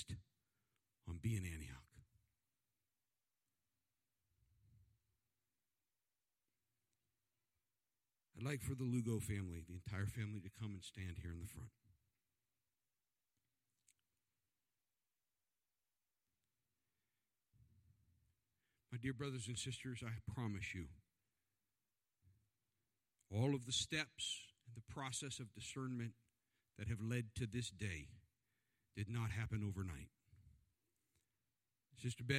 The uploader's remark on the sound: This service was recorded live on August 29th, 2021 at Newark UPC.